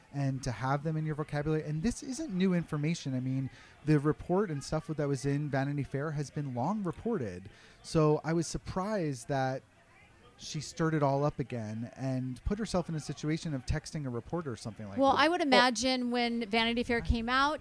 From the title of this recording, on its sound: Live from BravoCon